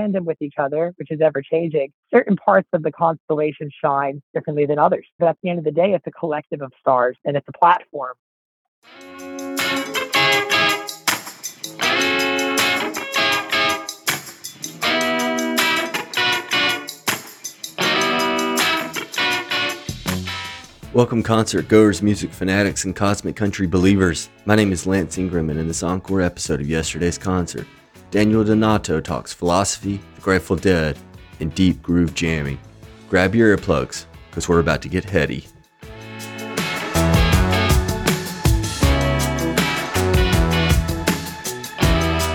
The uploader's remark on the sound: In a phone interview